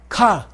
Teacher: High tone, aspirated. No buzzing here, no guttural. No buzzing in your throat. · Term: second column